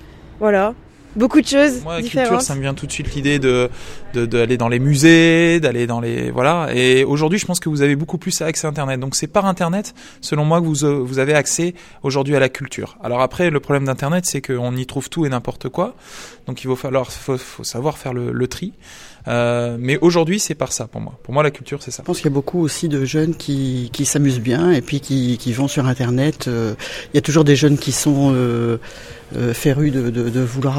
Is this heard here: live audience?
no